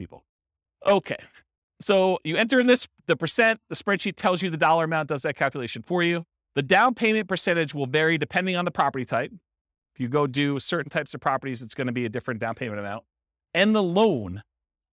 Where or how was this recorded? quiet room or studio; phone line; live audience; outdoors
live audience